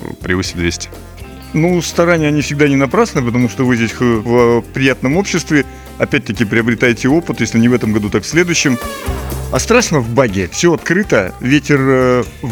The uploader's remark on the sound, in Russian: Цель путешествия - фестиваль скорости Байкальская Миля 2023. Записано в полевых условиях.